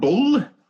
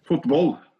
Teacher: Fotboll, da har du den tjukke L-en · Term: tjukk L